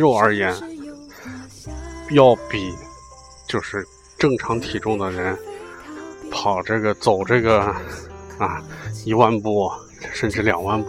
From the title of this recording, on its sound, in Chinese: 户外录音